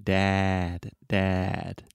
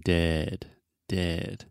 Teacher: And again, if you look in a mirror when you're saying this, when you say dad, your mouth is really, really open. It kind of looks like a square shape. And then dead, your mouth is much more closed.